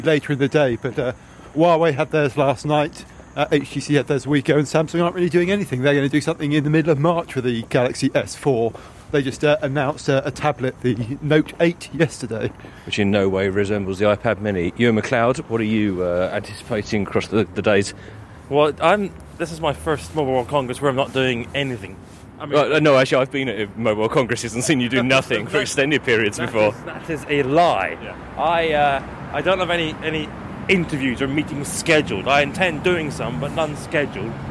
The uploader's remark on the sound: Live from Mobile World Congress. Recorded live on the street.